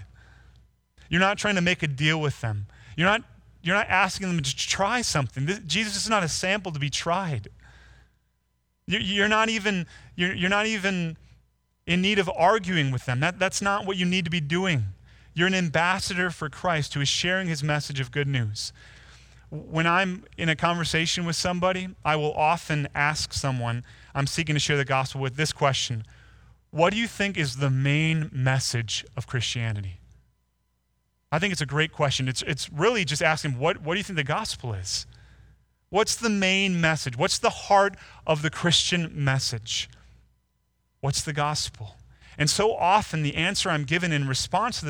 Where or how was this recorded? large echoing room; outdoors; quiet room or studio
large echoing room